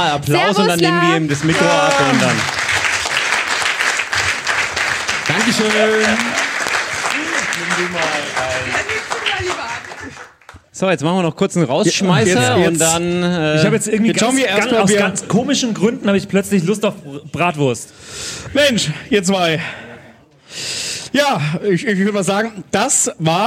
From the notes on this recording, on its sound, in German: vor Live-Publikum